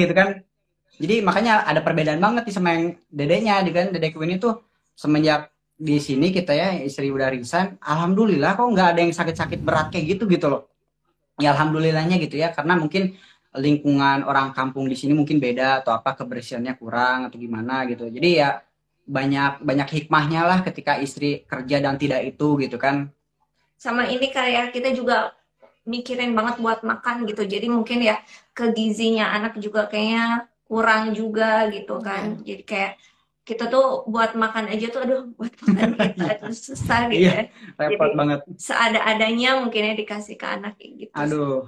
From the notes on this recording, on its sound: via IG Live